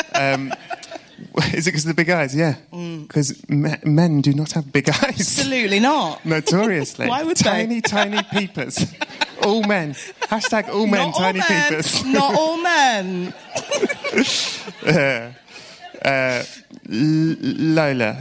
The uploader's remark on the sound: This whole meeting takes place LIVE within the plush confines of the South Bank’s BFI! This is the second live Films To Be Buried With so far.